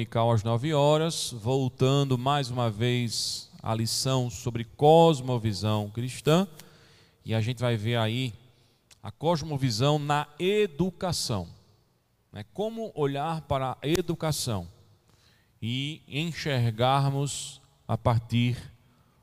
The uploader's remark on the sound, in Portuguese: Gravado em 25 de novembro de 2020 na Igreja Evangélica Congregacional em Candeias.